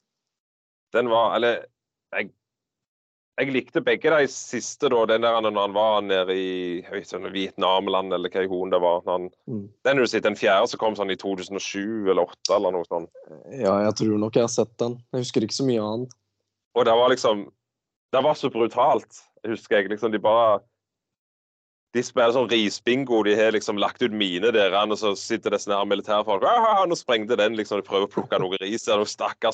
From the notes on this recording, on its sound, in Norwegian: Innspilt via Skype.